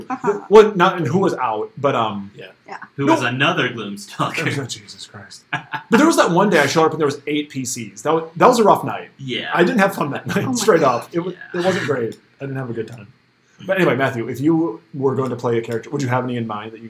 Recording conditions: poor sound quality